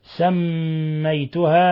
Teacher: سميتها ميم مشددة تغن مقدار حركتين